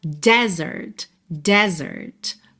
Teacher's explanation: Mas a sílaba tônica é a primeira e esse é aberto